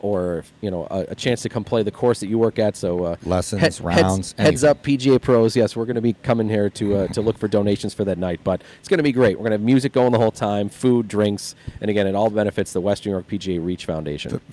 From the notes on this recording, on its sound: US Open Special live from Pendleton Creek.